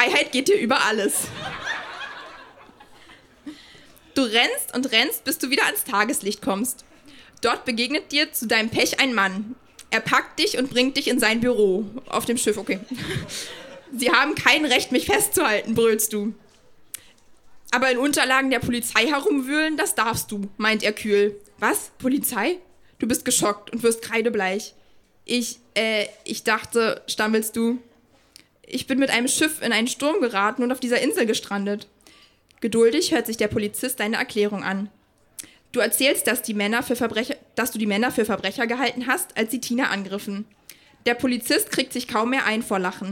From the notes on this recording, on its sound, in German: Ausschnitte aus der Veranstaltung vom 12.08.2018 im frannz Biergarten, Berlin. Texte von gestern“-Liveshow. Heißen Dank an den frannz Biergarten, unser tolles Publikum.